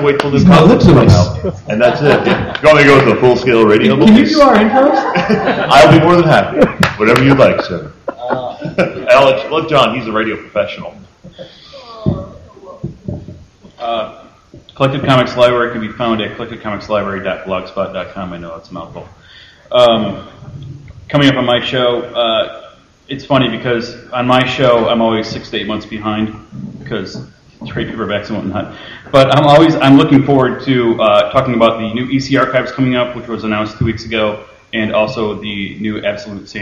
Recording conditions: live audience